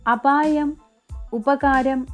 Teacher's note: അപായം ഉപകാരം എന്നീ പദങ്ങളിൽ കാണുന്ന പകാരം നാദിത്വവും ശ്ലഥത്വവും കൂടുതലുള്ള ഉഭയോഷ്ടസ്പർശ വ്യഞ്ജനങ്ങളാണ്